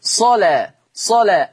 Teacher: اللام مفتوحة ومسبوقة بصاد مفتوحة. إذن حكم اللام التغليظ قولا واحدا